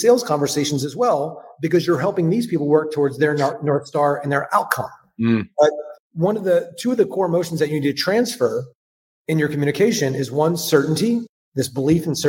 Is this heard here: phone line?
no